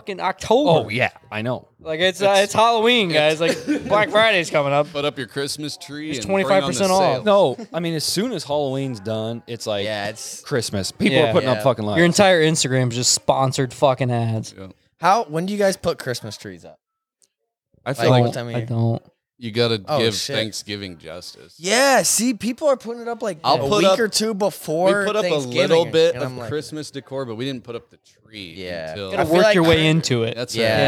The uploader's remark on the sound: In this unexepcted recording during a late friendsgiving party. In this unexepcted recording during a late friendsgiving party.